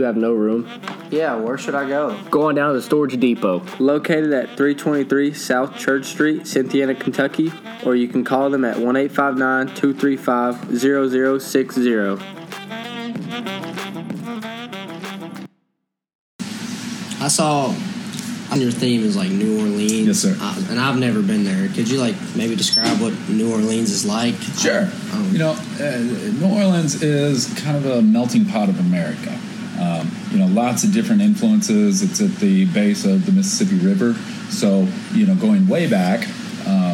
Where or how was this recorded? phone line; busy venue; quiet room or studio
busy venue